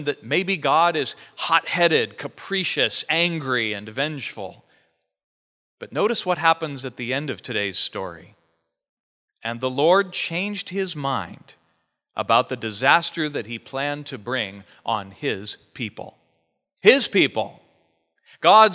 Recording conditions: large echoing room